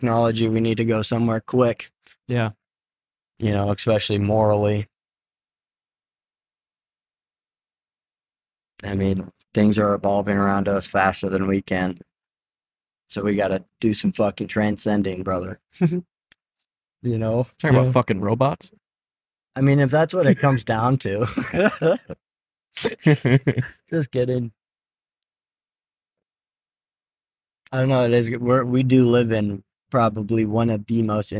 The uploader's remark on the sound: In total five hours of recording was captured on the ride back, so this will be a three episode series.